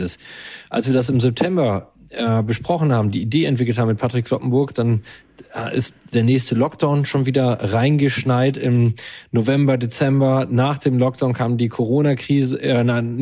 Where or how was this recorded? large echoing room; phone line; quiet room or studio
quiet room or studio